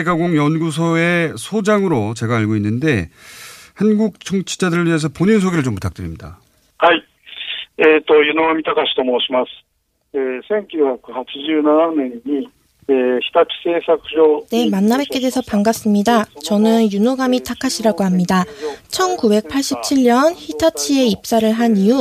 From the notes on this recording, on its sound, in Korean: 전화연결